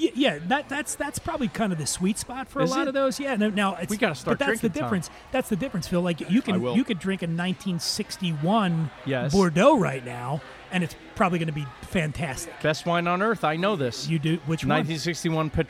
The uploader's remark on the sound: Recorded at Eleven City Diner in Los Angeles.